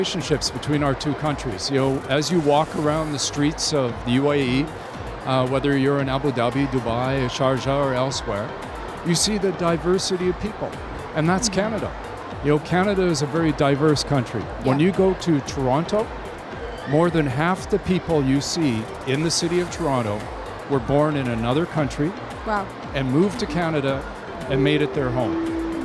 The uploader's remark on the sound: Live at SIBF 2023